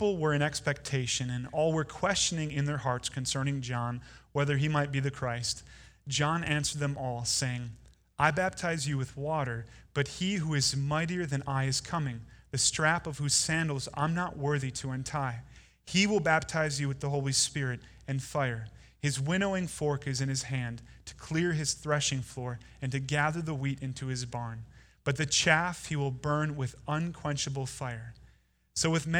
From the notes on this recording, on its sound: Delivered Sunday, January 12, 2019 at Woodridge Community Church (New Berlin, WI).